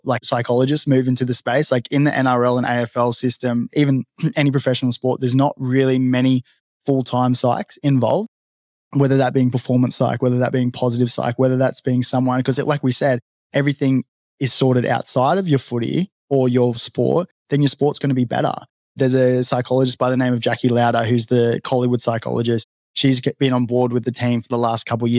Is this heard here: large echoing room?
no